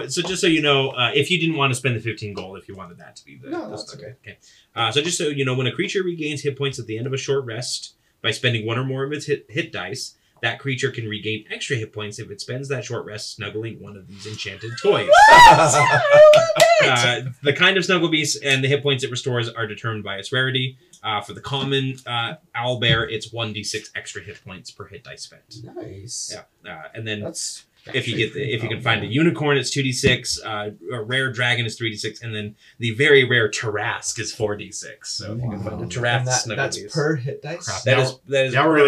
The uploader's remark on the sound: The audio in this is not the greatest